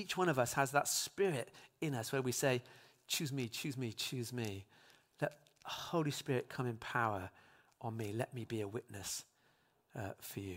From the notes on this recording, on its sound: speaks live at Trinity Cheltenham